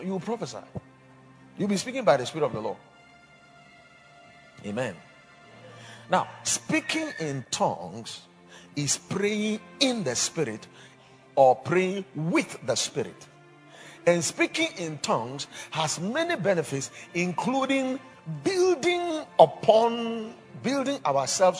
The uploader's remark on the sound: Preached at the Watered Garden Church